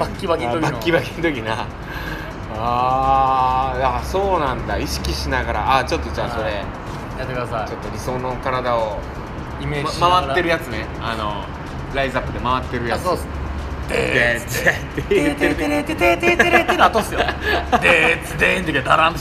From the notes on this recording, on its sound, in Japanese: 野外で収録